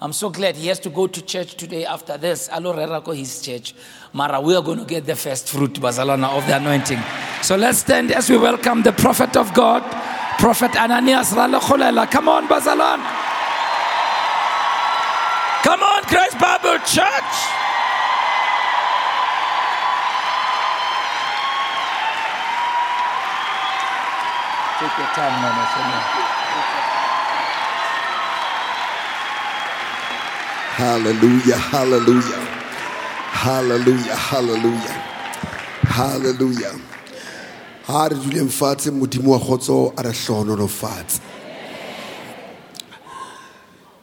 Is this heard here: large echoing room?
yes